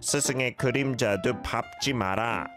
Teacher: And the 리을 비읍, when followed by another consonant, the 리을 is silent and the 비읍 sound takes over. So it should be 밟지 마라. · although it's spelled 의, usually pronounced 에